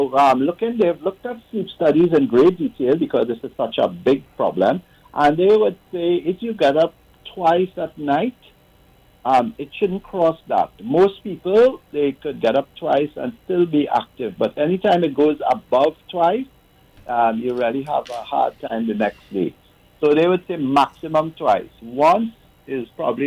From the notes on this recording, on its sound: we take more calls from the audience